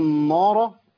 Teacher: النون هنا مرققة والألف مرقق الراء هي المفخمة